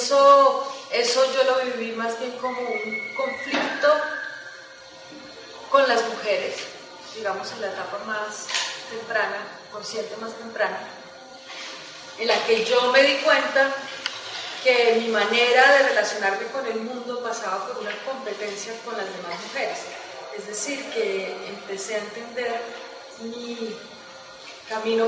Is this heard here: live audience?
yes